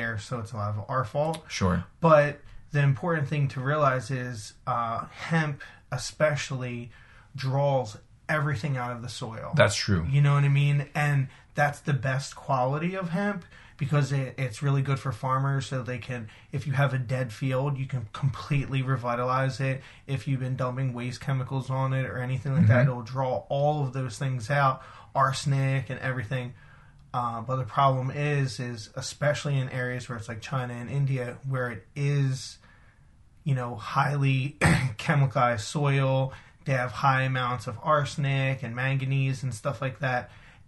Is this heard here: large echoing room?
no